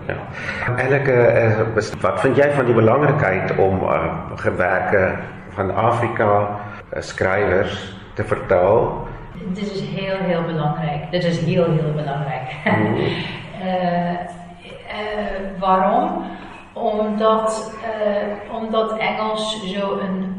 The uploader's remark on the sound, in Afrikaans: 3 onderhoude wat by die Festival Voor Het Afrikaans in Den Haag, Nederland opgeneem is